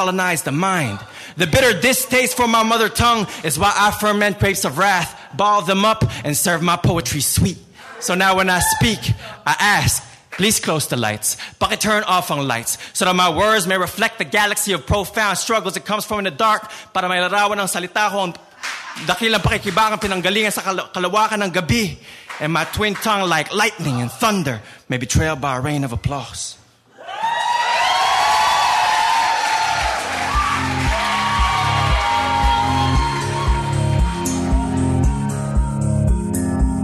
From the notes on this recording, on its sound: In the Cheap Seats in Oakland California at the 26th Annual National Poetry Slam, a competition event where poets performance original work to a live audience.